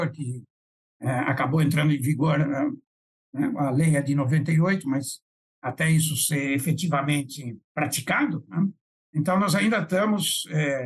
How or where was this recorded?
video call